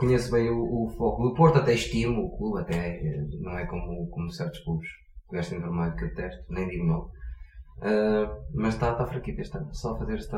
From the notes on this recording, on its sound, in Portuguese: Aviso: tivemos problemas técnicos e a qualidade do som não é a que gostaríamos.